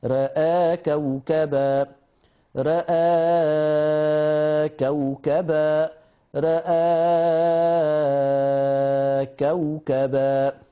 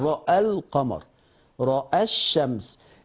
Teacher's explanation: ورش يقرأ بتقليل الراء والهمزة مع ثلاثة البدل عند النطق بالألف · Shown in: first take